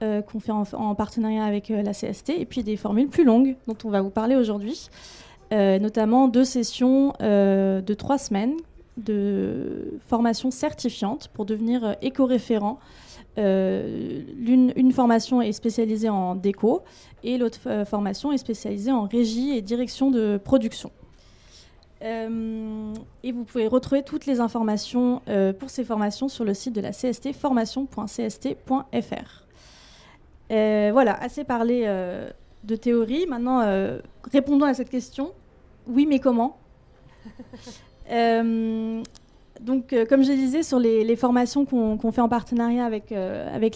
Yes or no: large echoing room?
no